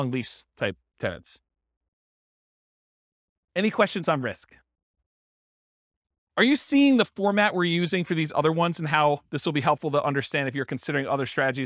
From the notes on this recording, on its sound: This was a live class recorded